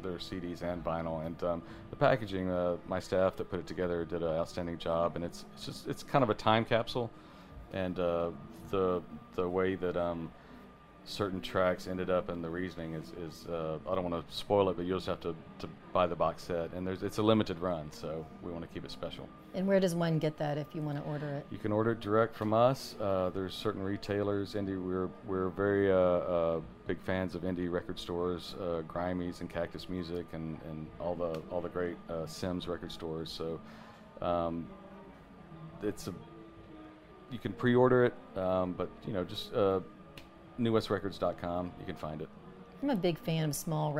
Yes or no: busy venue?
yes